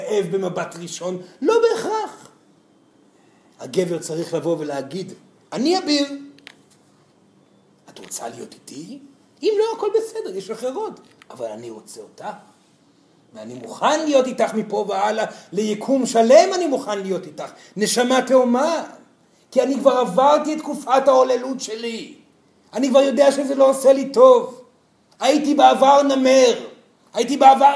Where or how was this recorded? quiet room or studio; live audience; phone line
live audience